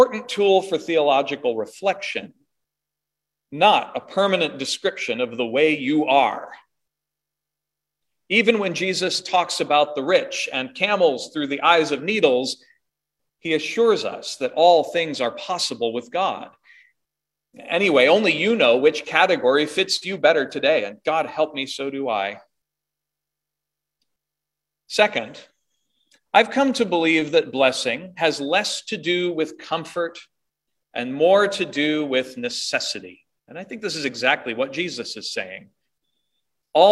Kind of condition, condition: setting, large echoing room